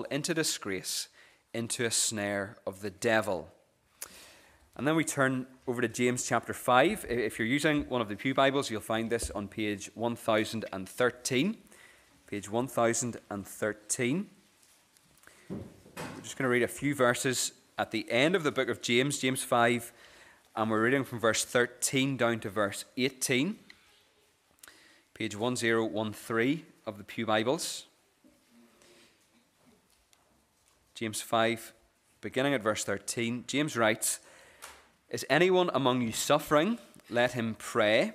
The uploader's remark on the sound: This is the recording of the Bible reading and sermon from our morning service on Sunday 17th September 2023.